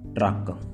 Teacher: In Punjabi, it is truck with rolling R. So when you pronounce the R in Punjabi, it is going to be a rolling.